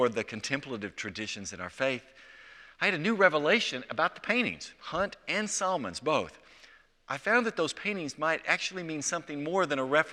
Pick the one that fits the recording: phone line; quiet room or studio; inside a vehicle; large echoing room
large echoing room